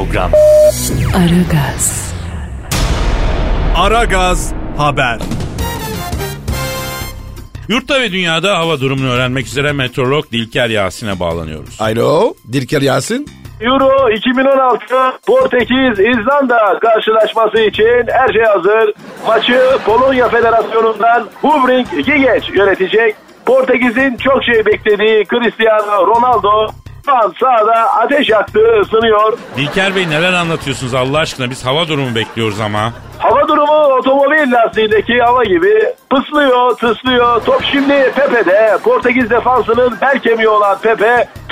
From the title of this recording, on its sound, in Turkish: 61 yaşındaki kadın ile telefon görüşmesi